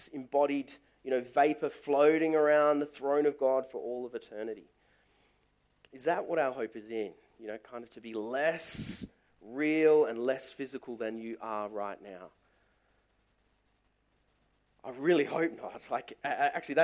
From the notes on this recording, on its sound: Service recorded live at Morley Baptist Church